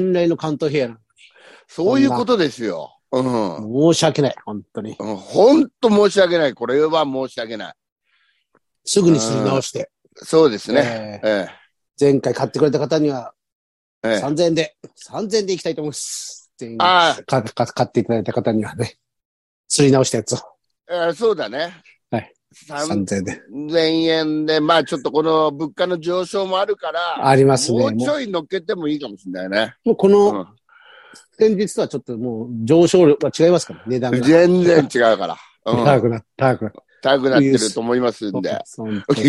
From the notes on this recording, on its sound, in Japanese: ZOOMで収録。